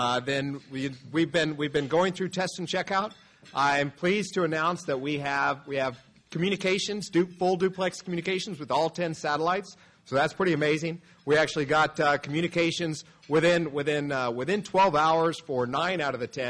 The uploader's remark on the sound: Spacepower Security Forum 2023 | Lunch Keynote. Army Navy Country Club, Arlington, VA.